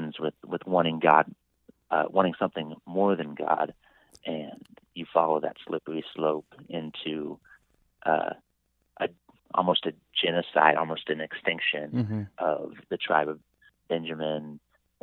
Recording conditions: phone line